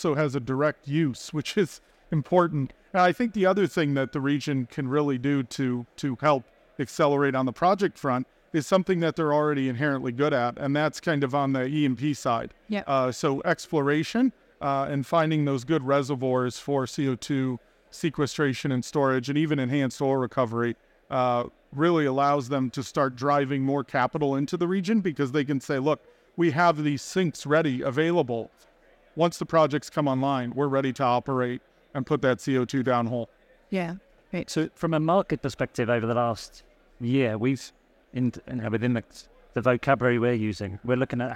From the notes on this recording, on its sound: Recorded live at ADIPEC 2023